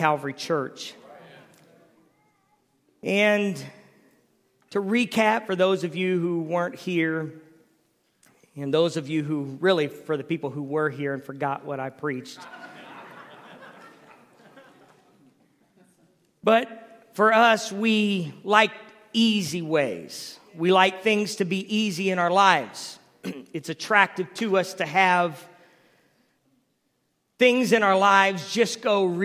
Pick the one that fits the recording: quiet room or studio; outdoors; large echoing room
large echoing room